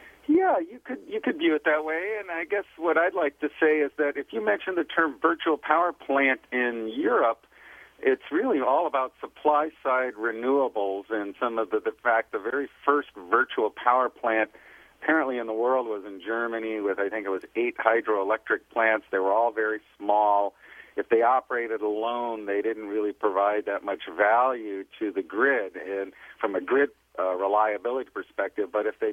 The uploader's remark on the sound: via phone